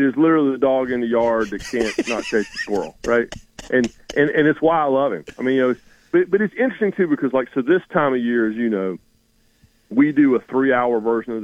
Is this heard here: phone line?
yes